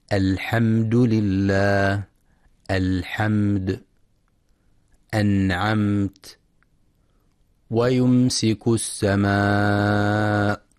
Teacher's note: وسمي شفويا لخروج الميم الساكنة المظهرة من الشفتين · Term: الإظهار الشفوي